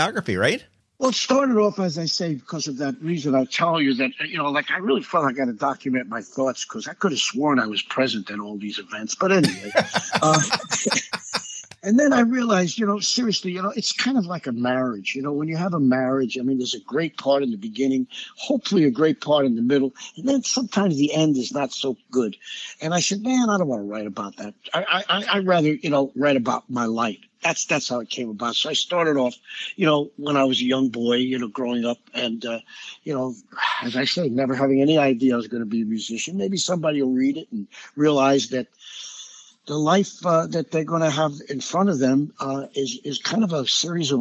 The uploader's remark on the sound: joined me on the phone